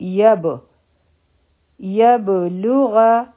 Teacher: یا او با به وتړلی شي، با چې دی د سکون په حالت کې دی، دا قلقله والا حرف دی